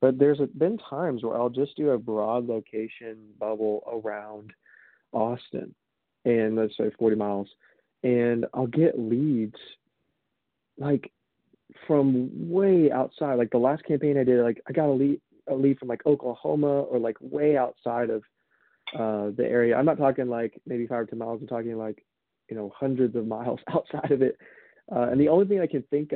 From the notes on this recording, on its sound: Recorded phone call. I did a phone call with someone who wanted to know how to get leads for his roofing company.